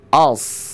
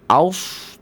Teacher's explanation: Bukan aus tapi as. Efek bunyi tebalnya itu dikarenakan lidahnya yang terangkat. · Shown in: first take · Term: huruf sad